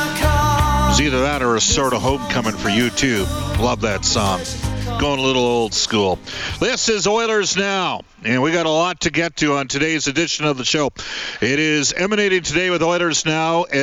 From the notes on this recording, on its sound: Kicks off the show from Clare Drake Arena.